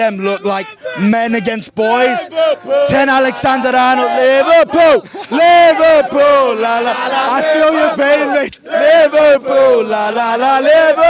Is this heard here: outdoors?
yes